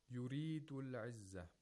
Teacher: The ra has tarqiq. Because it has a kasra.